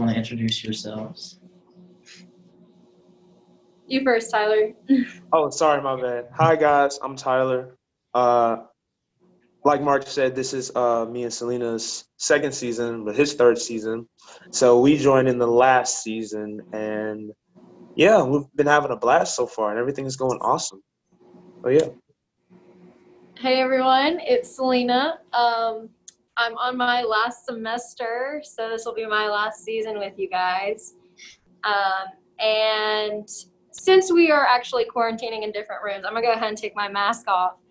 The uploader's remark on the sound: as they talk through a zoom call